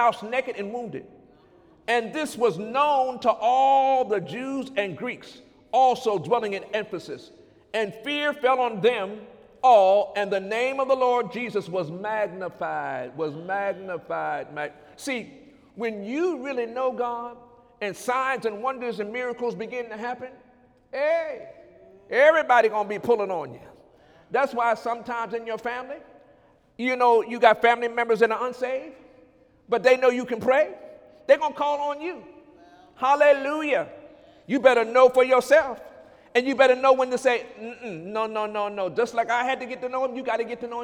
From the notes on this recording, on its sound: During Sunday morning service